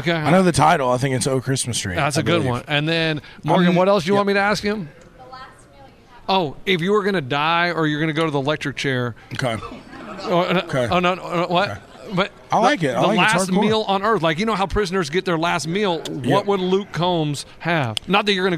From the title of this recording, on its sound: CMA Awards Backstage Interviews